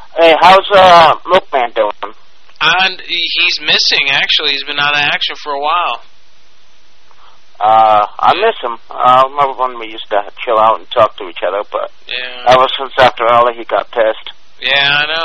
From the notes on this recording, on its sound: Personal Prank Phone Calls Collection